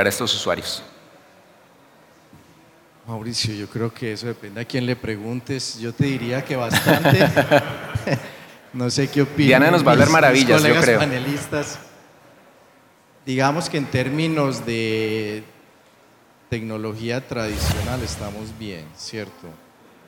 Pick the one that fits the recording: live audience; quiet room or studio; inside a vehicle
live audience